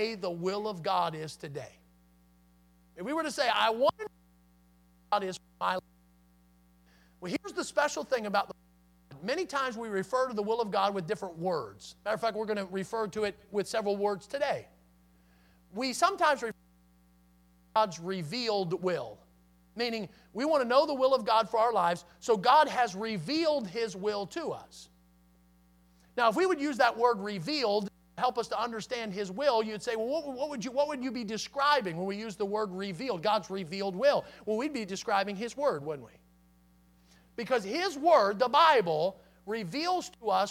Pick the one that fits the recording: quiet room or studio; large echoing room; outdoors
large echoing room